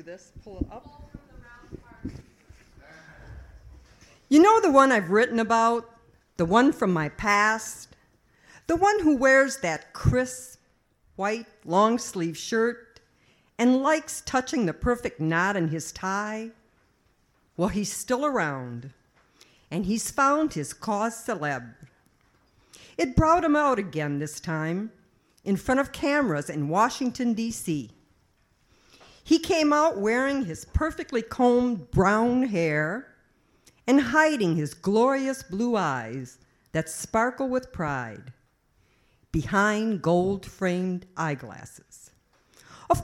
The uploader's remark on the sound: The Kzoo Slam held its tournament to determine which four poets would represent Kalamazoo at the National Poetry Slam. This is the open-mic portion of the first round of semi-finals.